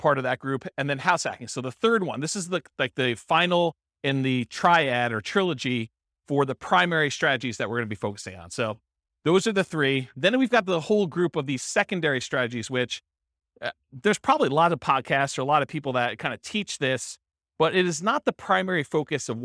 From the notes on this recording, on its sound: This was a live class recorded